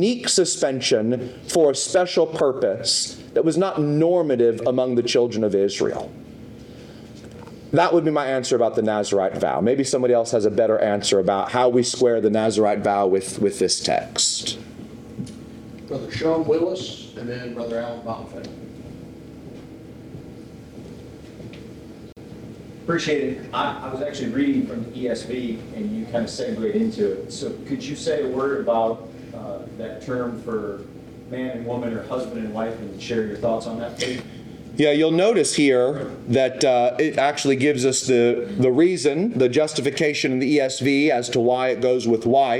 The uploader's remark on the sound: Questions and comments from the audience.